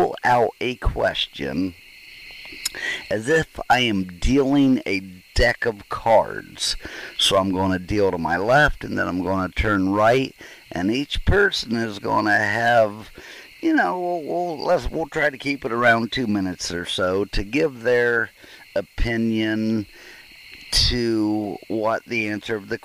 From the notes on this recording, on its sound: Bigfoot Campfire Roundtable.